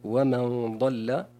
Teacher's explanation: بتفخيم الغنة في قول الله عز وجل ومن ضل، لأن الضاد من حروف التفخيم والغنة تتبع ما بعدها تفخيما وترقيقا